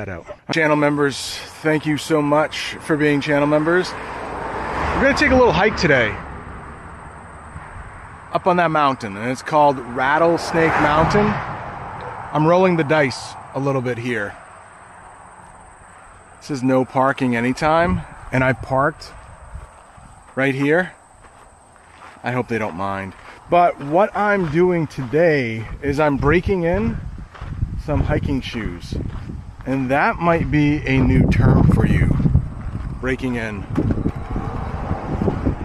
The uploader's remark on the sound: REAL ENGLISH CONVERSATION ON A HIKE UP RATTLESNAKE MOUNTAIN. You can hear how I speak and how the family from Texas speaks.